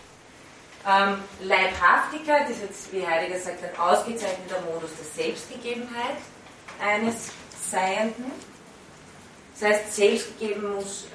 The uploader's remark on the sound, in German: von Studierenden aufgezeichnet